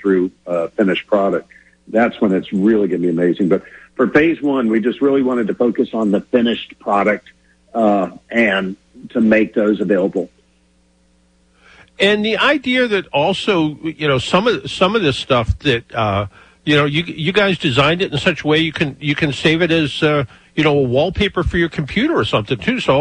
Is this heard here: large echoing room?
no